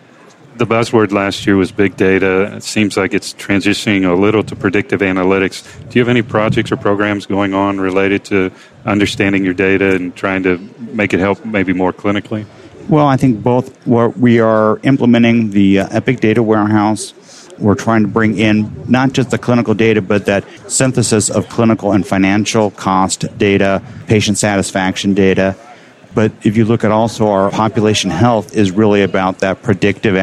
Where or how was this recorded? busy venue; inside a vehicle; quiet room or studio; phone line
busy venue